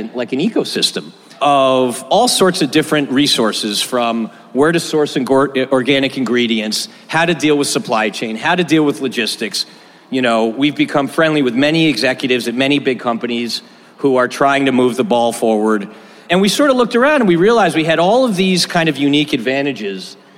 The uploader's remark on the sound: This was our first LIVE episode, which we recorded at Cosmic Coffee & Beer Garden in Austin, TX during SXSW.